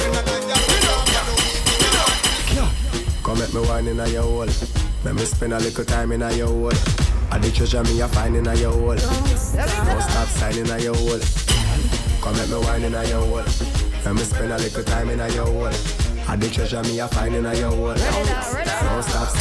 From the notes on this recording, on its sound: Live set at Soulbaila in Hartford,CT.